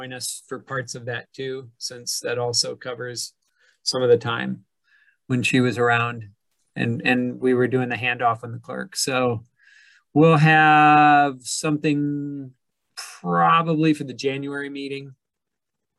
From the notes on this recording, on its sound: Was held on Zoom due to the pandemic.